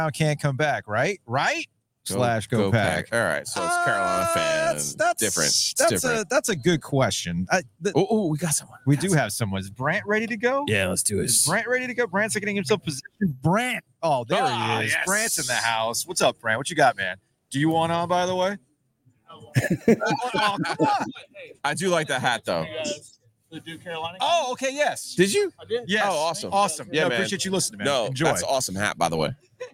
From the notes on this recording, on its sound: From the Breeze Thru parking lot. Live from the Breeze Thru on Trinity Rd.